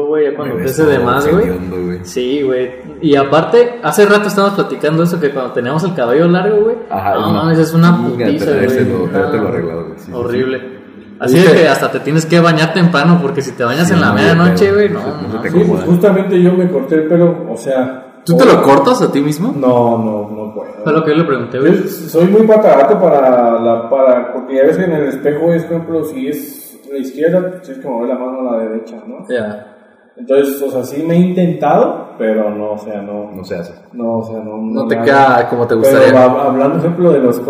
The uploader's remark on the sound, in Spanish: Seguimos en proceso de mejora continua, disculpen las fallas de audio ^^'.